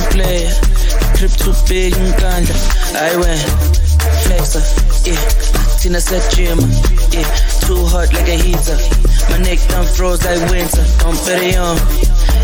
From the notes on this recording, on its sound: LIVE SET: THE AFTER PARTY DETRIOT FESTIVAL